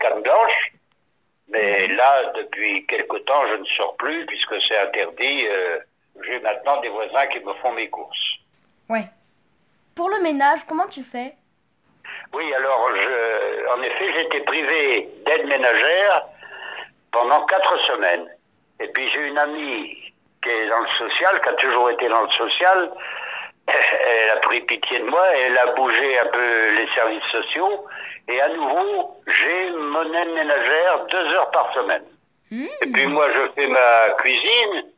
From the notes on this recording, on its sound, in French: Au téléphone